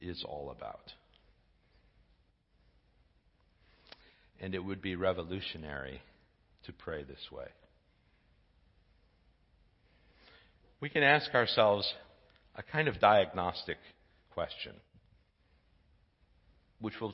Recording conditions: large echoing room